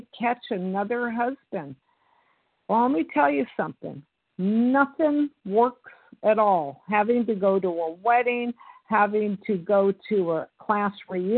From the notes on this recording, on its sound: from the 100 Pounders Phone Meeting